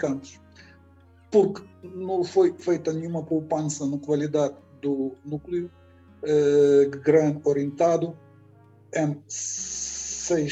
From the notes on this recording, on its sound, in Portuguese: este episódio foi gravado através de videoconferência e sofre, por isso, de alguns problemas em termos de qualidade sonora.